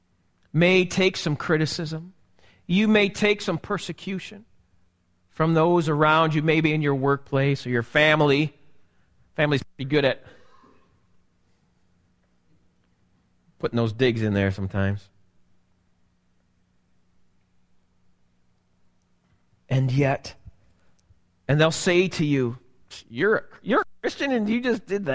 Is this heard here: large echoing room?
yes